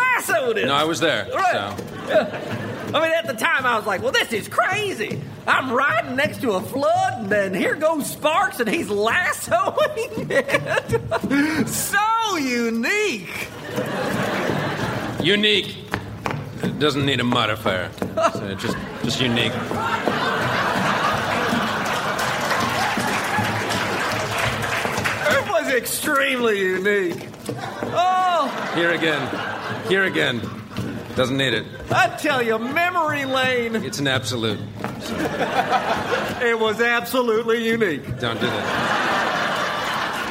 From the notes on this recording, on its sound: Recorded Live 5/2/2011 at Largo, Los Angeles.